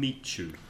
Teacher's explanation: Meet you has a kind of a ch ch in the middle